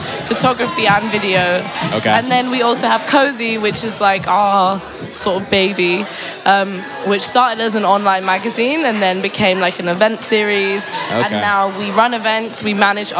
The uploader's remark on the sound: Recorded on August 28th, 2018 at Kinfolk 90 in Brooklyn, NY. Basslines & Banter is a visual podcast that is recorded live at the party which shares the same name.